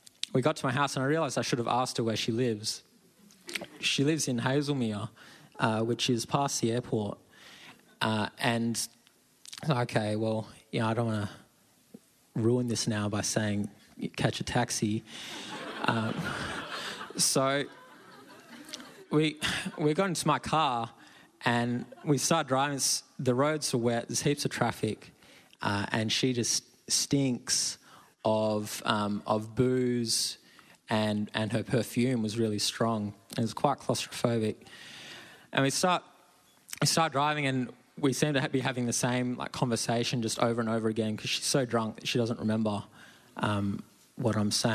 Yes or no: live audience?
yes